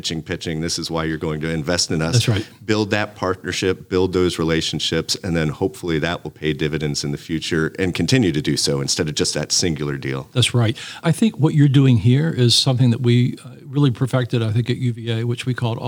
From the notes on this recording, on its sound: This episode was recorded at Bio on the Bayou, the annual event in New Orleans